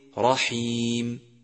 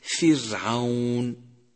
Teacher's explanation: والمهم من هذا كله أن تعلم الفرق بين نطق حرف الراء المفخم ونطق حرف الراء المرقق، فلاحظ التفخيم في قولك رحيم، ولاحظ الترقيق في قولك فرعون